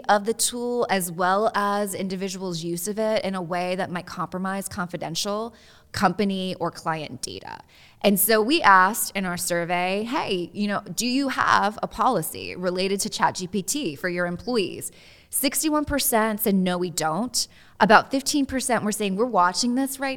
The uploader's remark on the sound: This podcast, which was recorded at Ogletree Deakins’ national Workplace Strategies seminar.